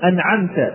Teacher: ومن وسط الحلق تخرج العين المهملة نحو أنعمت